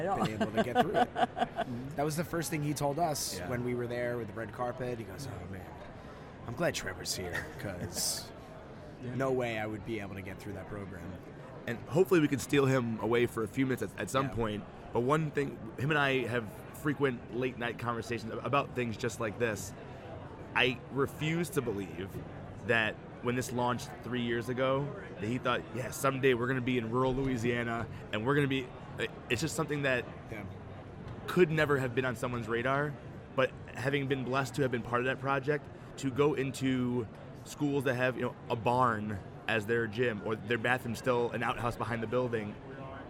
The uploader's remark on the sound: Live from SHAPE Nashville Day 2!